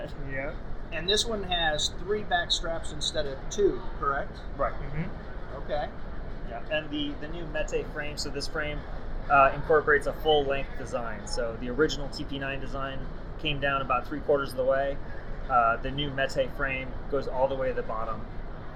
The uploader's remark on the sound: SHOT Show 2022. Unfortunately, there was no ceiling to this space. There was a lot of "crowd noise" from SHOT Show attendees.